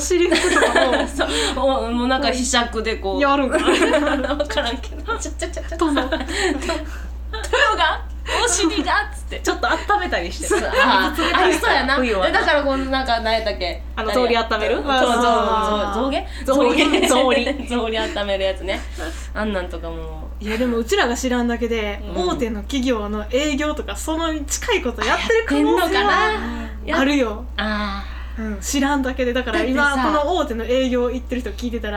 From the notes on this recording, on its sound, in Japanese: 宅録の為何時もよりやや音質が落ちております